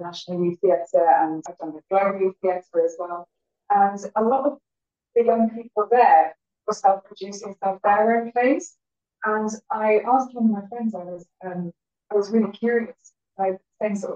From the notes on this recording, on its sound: First timers at the Camden Fringe. Apologies for the slightly dodgy sound quality on this one.